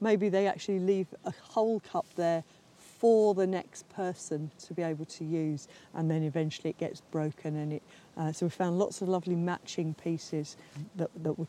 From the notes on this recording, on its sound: Last summer I visited Disert to record an episode at the excavation.